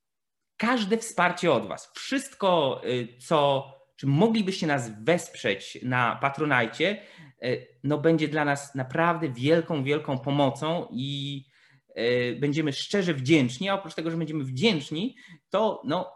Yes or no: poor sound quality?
no